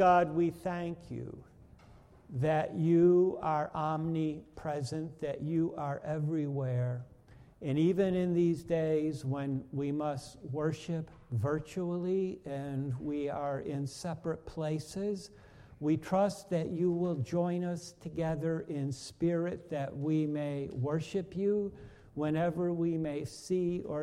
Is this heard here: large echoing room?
yes